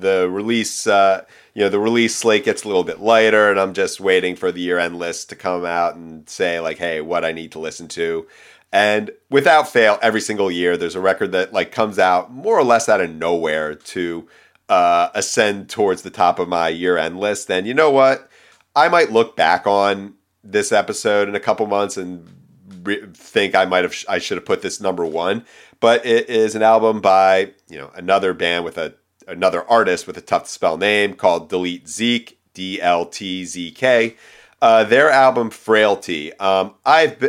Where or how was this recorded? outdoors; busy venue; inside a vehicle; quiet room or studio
quiet room or studio